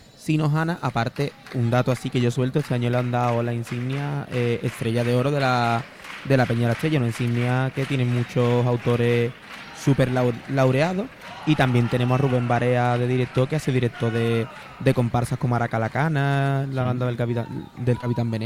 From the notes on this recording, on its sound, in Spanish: En las preliminares del COAC 2024. En directo desde el Gran Teatro Falla de Cádiz. La retransmisión del Concurso Oficial de Agrupaciones Carnavalescas del Carnaval de Cádiz 2024 en Onda Cero Cádiz.